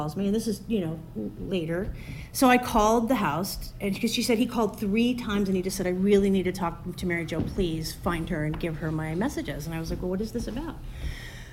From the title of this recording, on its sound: Live in San Francisco!